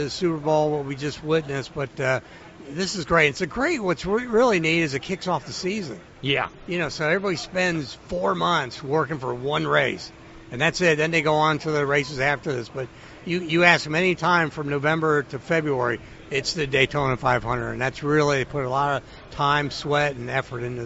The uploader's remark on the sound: joined live at the Daytona International Speedway